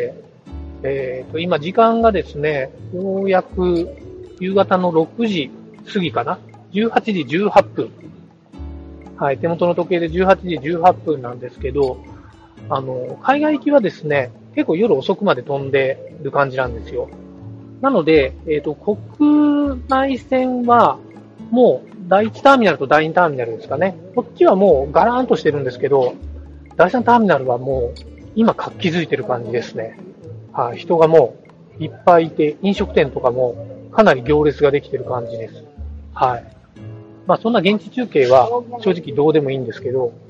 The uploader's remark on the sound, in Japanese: 海外ゲームショー遠征スロバキア編「#01 いざ羽田から出発」。今回はスマホ収録の為、音声が非常に聞き取りづらくなっています。